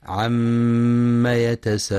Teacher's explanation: ينتبه القارئ في كلمة عم لعدم إثبات ألف بعد الميم، فلا يقرأ عما، وينتبه لغنة الميم المشددة فهي أكمل ما تكون وقفا ووصلا